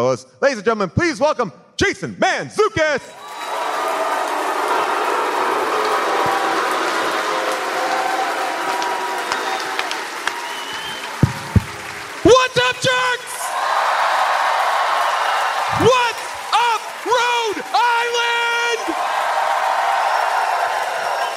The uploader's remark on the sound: LIVE from the VETS in Providence, Rhode Island.